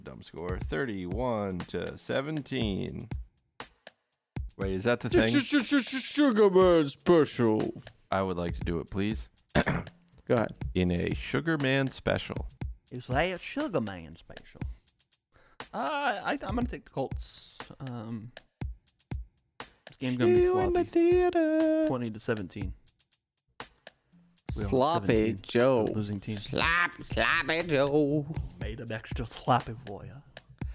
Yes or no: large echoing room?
no